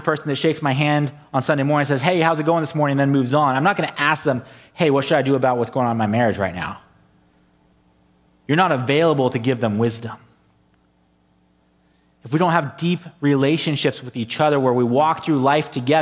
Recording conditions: large echoing room